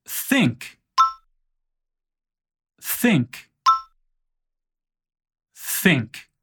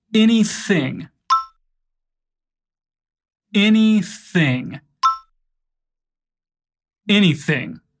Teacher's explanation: o som desse TH é feito com a língua entre os dentes, fazendo um leve sopro.